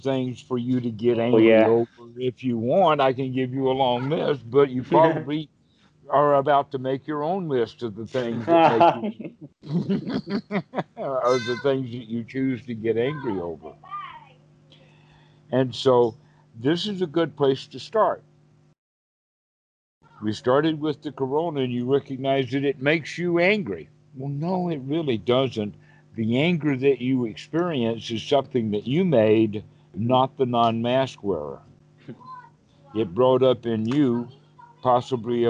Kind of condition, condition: link, video call